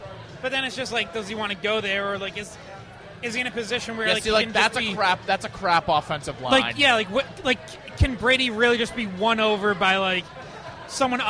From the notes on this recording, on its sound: live at Lord Hobo Brewing